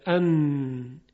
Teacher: برای تلفظ نون سر زبان به لثه دندانهای بالا برخورد میکنه، دندانهای ثنایا که جلو هستند. · Term: غنه